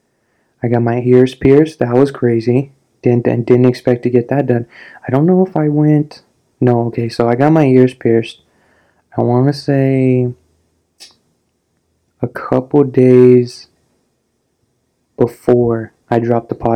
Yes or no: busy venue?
no